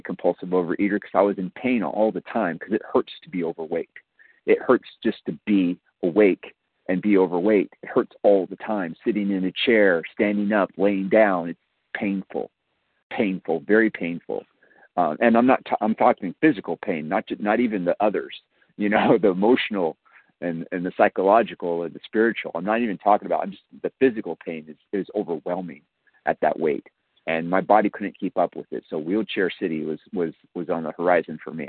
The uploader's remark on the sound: 100 Pounders Phone Meeting